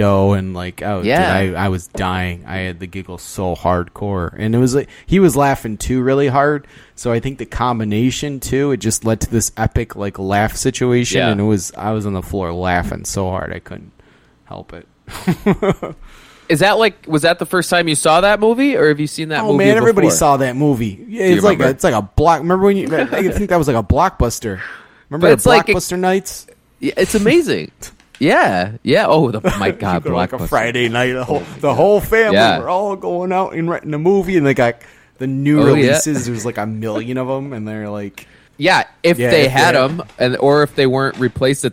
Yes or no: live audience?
no